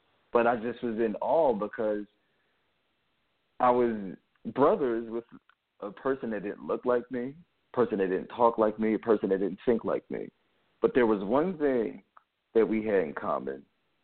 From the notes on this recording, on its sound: The focus of the episodes will have callers call in anonymously and confess a sin to brothers and sisters in Christ.